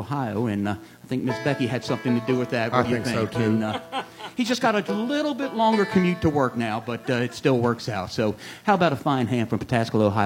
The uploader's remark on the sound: This show was recorded in front of a live audience at Meadowgreen Appalachian Music Park in Clay City, Kentucky.